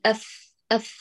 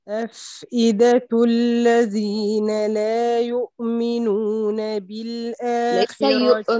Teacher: اعتني بالسواكن حبيبة القلب، لا نقول أفئدة فنقطع الصوت الفائي كما يعامل الحرف الشديد، فللحرف رخو فيه جريان تام للصوت، وهذا لن يكون دون أن تضعف اعتمادك، بل أف أف نضعف فيجري الصوت طواعية.